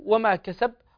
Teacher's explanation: ينتبه للقلقلة في حرف الباء في قول الله تعالى وما كسب · Term: القلقلة